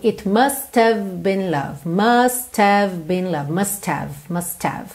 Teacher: Esse H do have, ele não é um som forte, ok? Não é uma consoante forte. E dependendo da situação, da sequência de palavras que a gente tem, ele acaba sumindo.